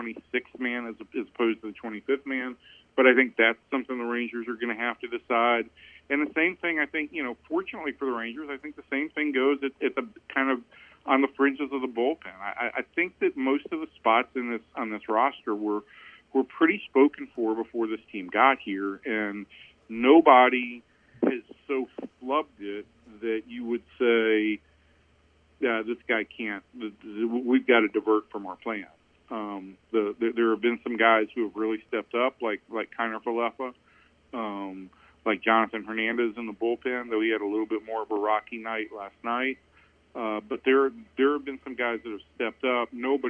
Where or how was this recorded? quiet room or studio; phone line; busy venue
phone line